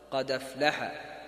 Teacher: يأخذ الفتحة التي على الهمزة ويجعلها على الدال الساكنة ويحذف الهمزة · Term: النقل